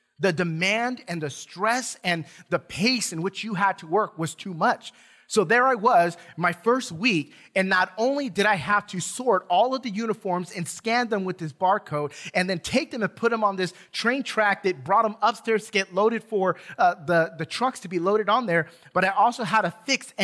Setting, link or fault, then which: setting, large echoing room